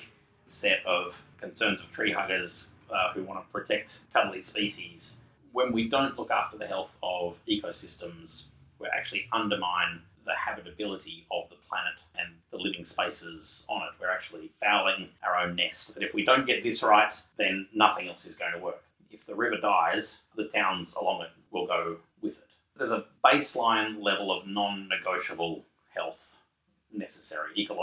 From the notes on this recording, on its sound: unfortunately, the sound quality of this episode is lower than hoped for.